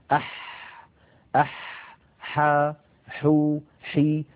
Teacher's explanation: حرف الحاء يا إخوة حرف عربي يخرج من وسط الحلق كما نعلم، والحاء فيها جريان للنفس وجريان للصوت